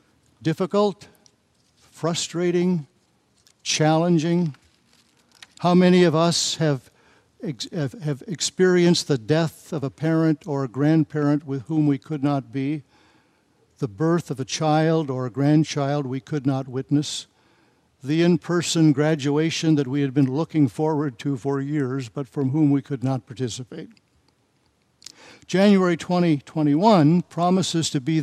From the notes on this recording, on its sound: Message and Charge delivered during the Combined Worship service